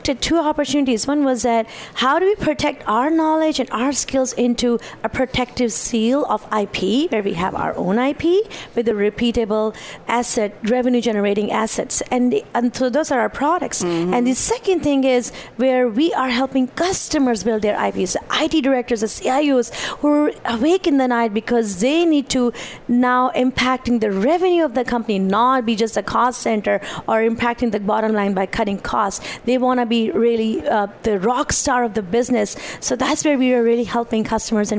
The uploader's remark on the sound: Live from Sap Sapphire Now 2017.